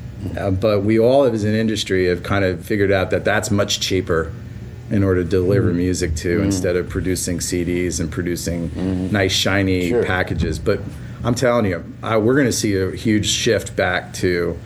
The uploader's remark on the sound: This was recorded at the Music Biz Conference in Nashville on May 17th, 2016.